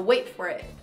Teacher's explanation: Quando fica rápido, o T quase se anula.